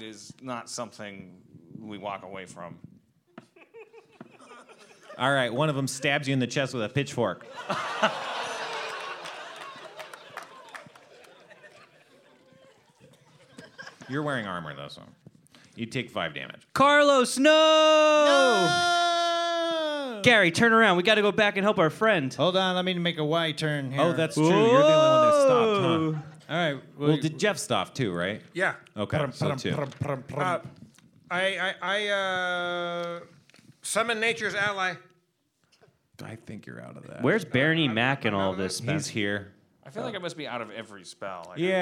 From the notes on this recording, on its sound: Live from The Cradle of Aviation Museum in Long Island, NY